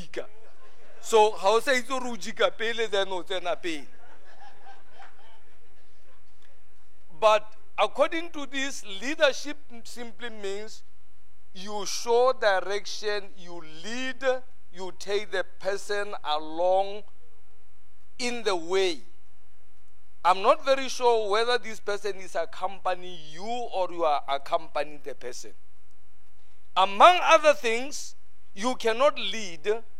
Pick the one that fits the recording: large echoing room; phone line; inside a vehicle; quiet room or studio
large echoing room